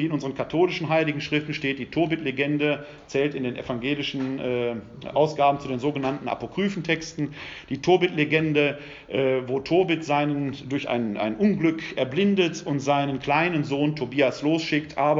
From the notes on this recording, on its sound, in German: Ein Mittschnitt des Vortrags. Im Rahmen der ökumenischen "Kreuz- und Quergespräche" im Wuppertaler Westen.